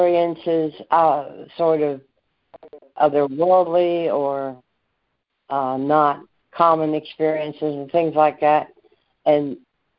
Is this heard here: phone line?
yes